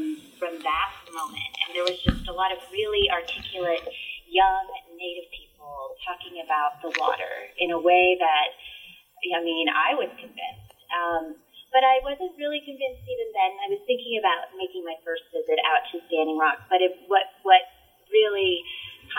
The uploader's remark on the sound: Thanks for kicking it with us as we worked through technical difficulties this week.